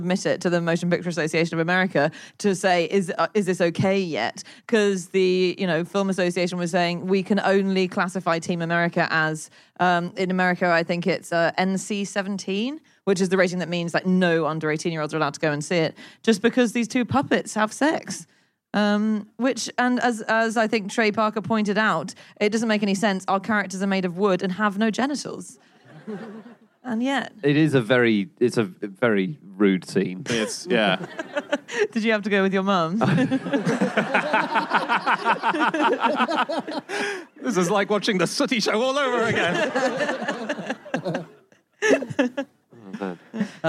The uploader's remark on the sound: Live from Cardiff